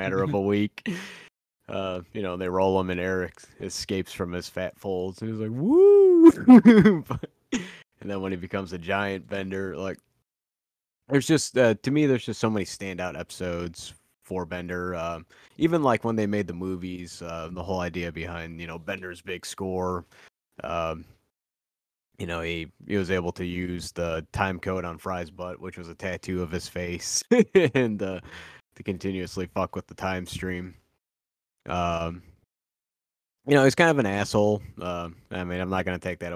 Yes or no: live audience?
no